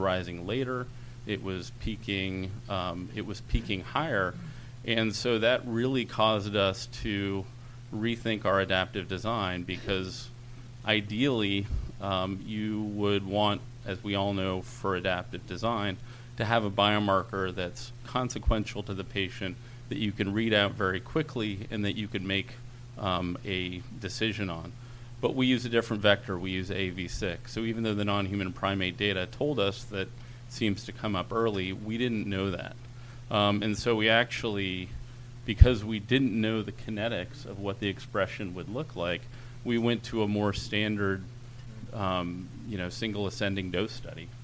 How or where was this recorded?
busy venue